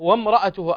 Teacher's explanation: الراء مفخمة، وترقيق الهمزة وضم التاء جيدا، والهاء مد صلة صغرى يمد بمقدار حركتين